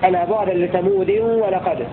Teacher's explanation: قرأ الكسائي بكسر الدال وتنوينها في ألا بعدا لثمود ولقد، ألا بعدا لثمود ولقد إذا وصلناها، أما إذا وقفنا عليها فلا بد أن نقف عليها بالسكون لكل القراء.